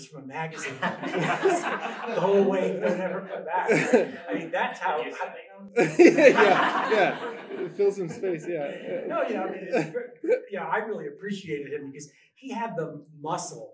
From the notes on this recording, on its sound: In this first live, public recording of Architect-ing during Denver Design Week. Panel discussion and audience Q&A.